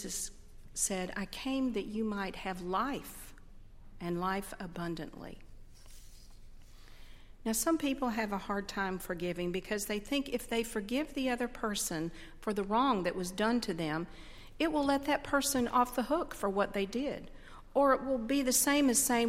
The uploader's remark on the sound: on Sunday, November 11, 2012, at Highland Baptist Church.